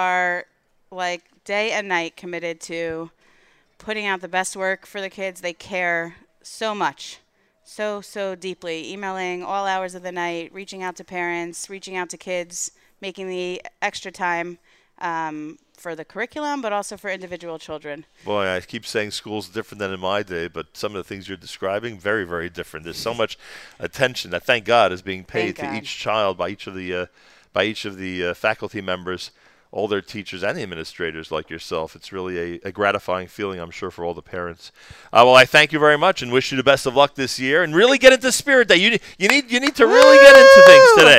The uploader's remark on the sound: Live from Yeshivat Noam Yom Ruach